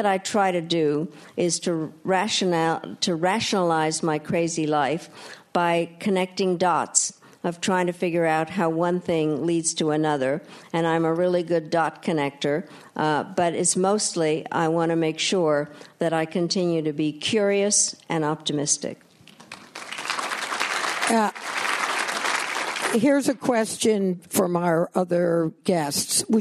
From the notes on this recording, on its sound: We take you inside the Q&A session of RJ Julia's recent live event. At the Yale School of Management.